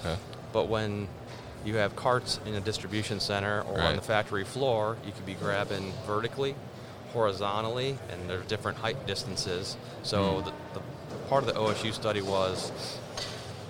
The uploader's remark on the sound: They connected at MODEX 2020